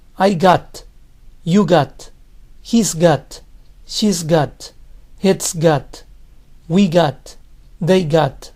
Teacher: ¿Y por qué las S's de he, she, it no desaparecen? Pues ese es un sonido más claro, que no se desaparece al hablar rápido. Así que en los ejercicios voy a escribir las abreviaciones completas, pero voy a pronunciar las formas omitiendo la V. · En la conversación, la mayoría de las personas tiende a no pronunciar ese sonido de V para I, you, we, they. Ellos lo pronuncian como si got fuera la única palabra que siga el pronombre, así.